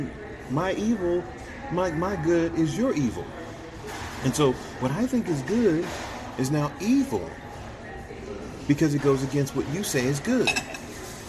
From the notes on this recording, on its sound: don’t let the sound of the restaurant distract you